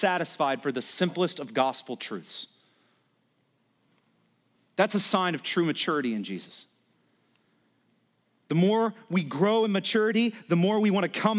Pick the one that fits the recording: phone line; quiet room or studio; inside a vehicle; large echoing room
large echoing room